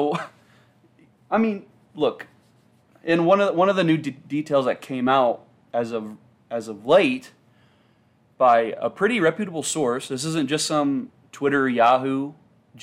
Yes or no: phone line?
no